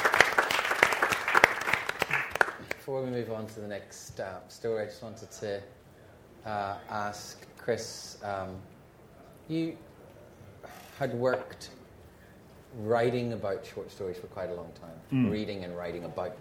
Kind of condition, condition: setting, live audience